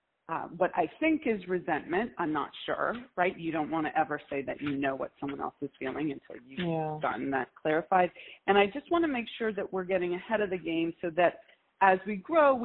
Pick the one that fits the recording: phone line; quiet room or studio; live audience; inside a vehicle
phone line